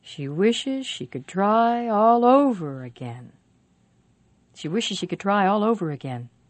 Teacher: We don't usually stress pronouns and helping verbs, so the most stressed words are wishes, try, over, and again.